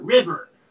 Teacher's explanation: And people in New York laugh at the way we say R-I-V-E-R, river. We pronounce the R at the end on river